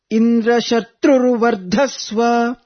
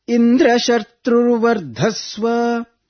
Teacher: Please note here, Indra Shatrur Vardhasva, where the letter Tru, Sanyuktakshara, the Tru, and Dha, both are chanted upwards, the Swarita intonation · Shown in: first take